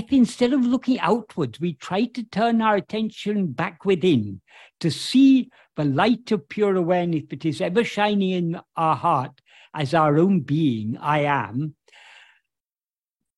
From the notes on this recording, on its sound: In a Zoom meeting with the Ramana Maharshi Foundation UK on 14th October 2023